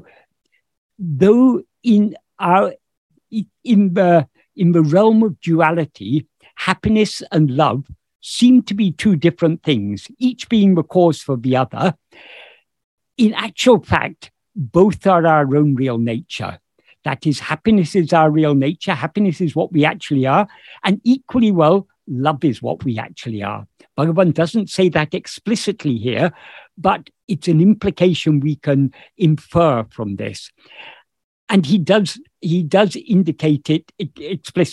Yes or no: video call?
yes